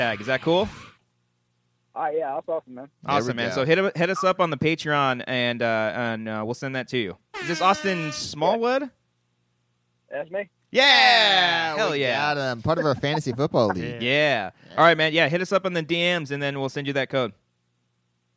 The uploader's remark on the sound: the boys are back to take many phone calls with their awesome Patrons